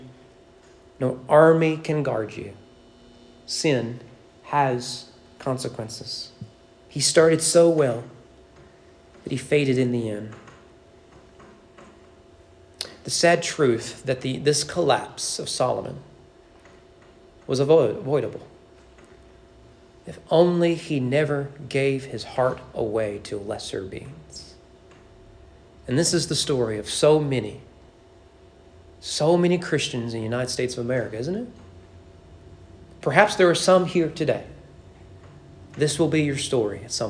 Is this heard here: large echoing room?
yes